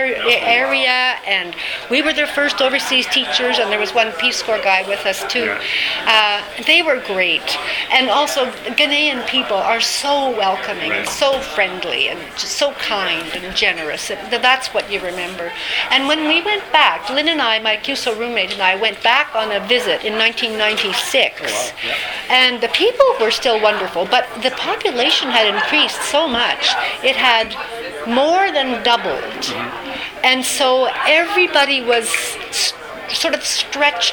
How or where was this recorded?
busy venue